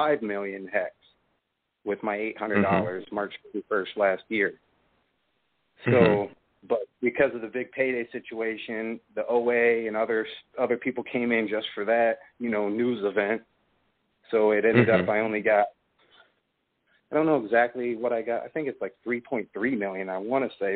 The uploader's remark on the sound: It's a call-in show